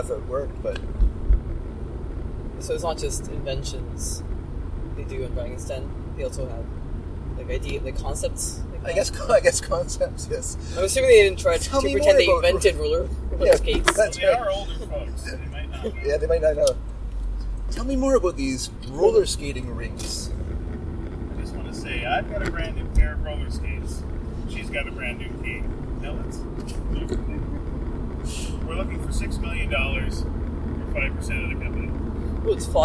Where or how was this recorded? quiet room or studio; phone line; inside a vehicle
inside a vehicle